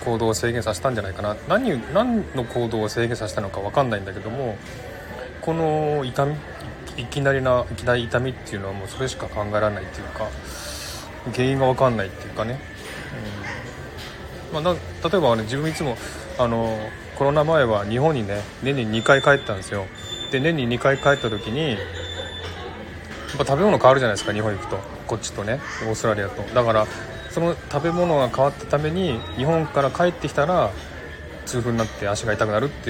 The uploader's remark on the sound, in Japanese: ショッピングセンター買い物中継ライブ。シドニー #オーストラリア。